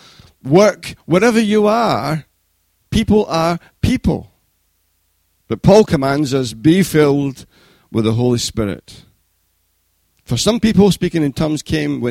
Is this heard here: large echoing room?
yes